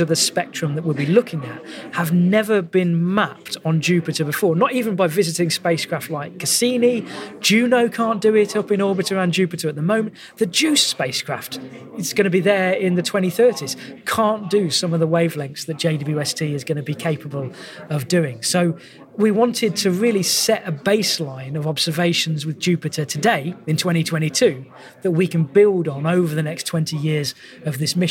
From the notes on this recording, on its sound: This podcast was recorded at the International Astronomy Show 2022